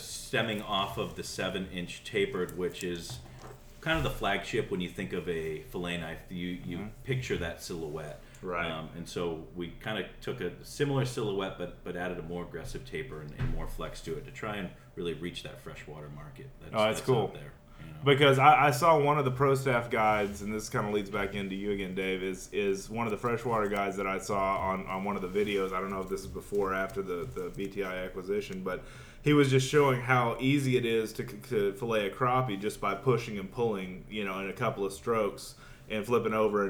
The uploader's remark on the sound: An outdoor writers fishing event in Venice, Louisiana. This was a live "on location" podcast.